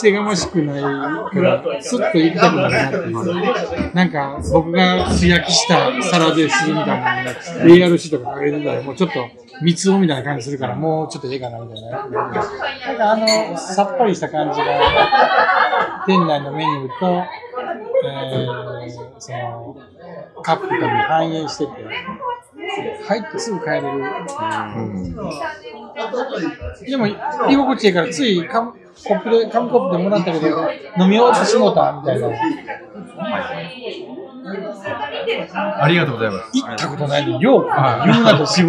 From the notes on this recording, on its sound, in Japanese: ミルク＆ビアホール九十九で収録させていただきました。